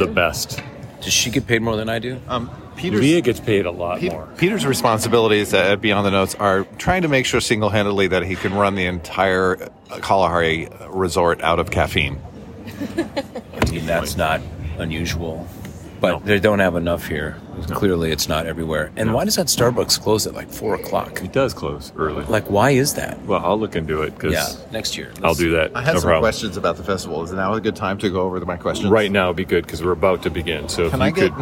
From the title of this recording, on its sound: LIVE from the 2023 BTN Festival